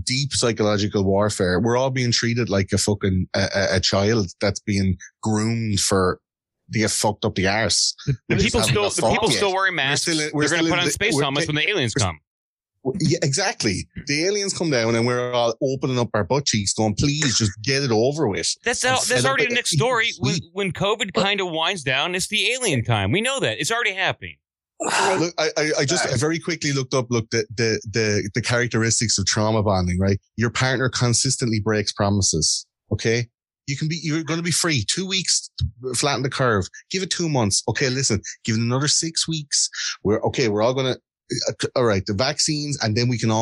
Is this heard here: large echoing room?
no